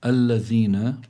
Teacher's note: حرف لثوي لابد من أنه أن يأتي بالذال من مخرجها ولا يأتي بالزاي بدلا عنها، يعني لا يبدلها زايا ليس له، لا يجوز.